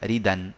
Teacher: أن ينقل حركة الهمزة إلى الدال فتصير الدال منونة بالفتح هكذا ردا وإذا وقف عليها طبعا يقف إيه بمد العوض هكذا ردا نعم.